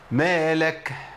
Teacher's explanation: كتير من الناس بيجي عند الكاف الساكنه ويعمل ايه؟ ويعمل همس من مخرج الهاء